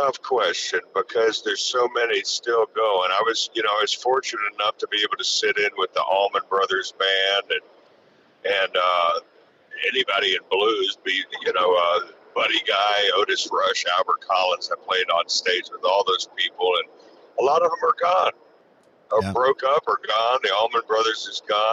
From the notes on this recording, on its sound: Today, we hopped on the phone